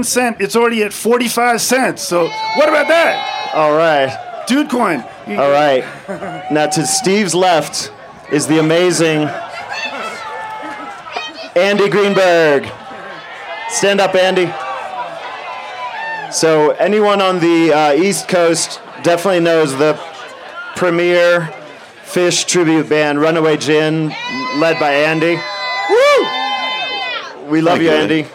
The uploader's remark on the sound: We are so happy to share the recording of our Live Event from the Dick's Lot.